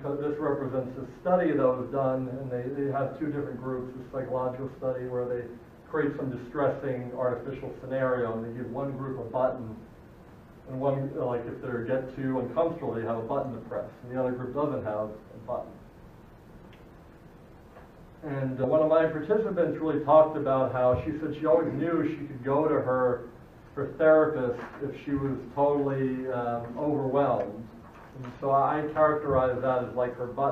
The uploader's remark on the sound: recording of my dissertation defense to the faculty of Family Therapy at Nova Southeastern